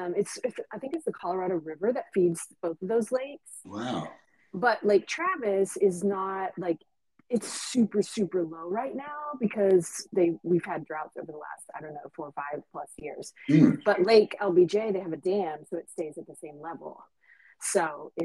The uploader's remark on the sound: Sorry audio was choppy.